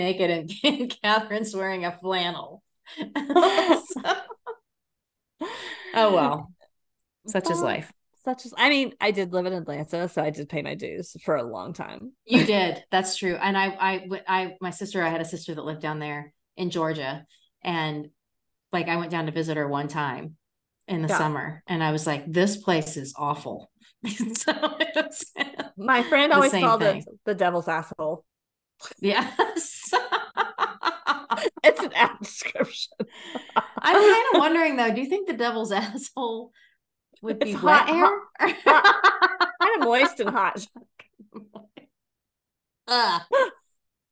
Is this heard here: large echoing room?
no